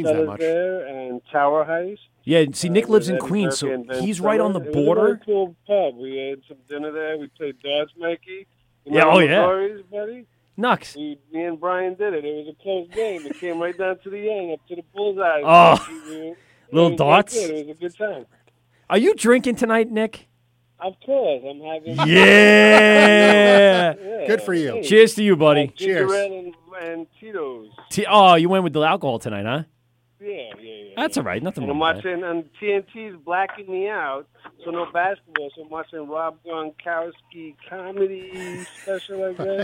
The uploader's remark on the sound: Our east coast correspondents call in and report on their beer travels.